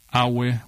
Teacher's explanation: the word for foreigner is awe, with all mid-tones